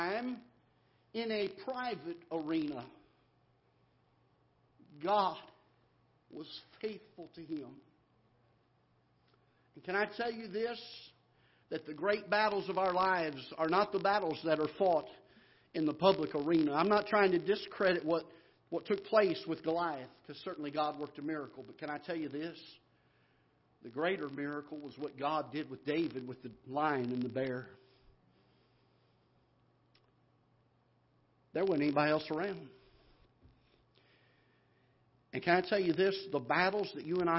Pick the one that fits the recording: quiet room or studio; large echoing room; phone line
large echoing room